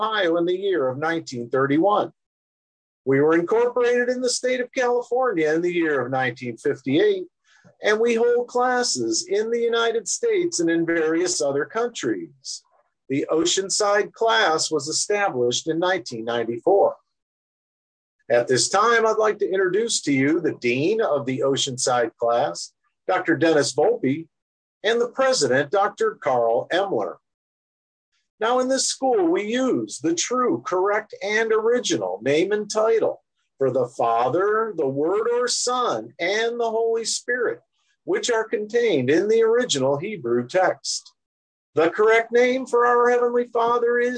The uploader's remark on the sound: Oceanside Zoom Class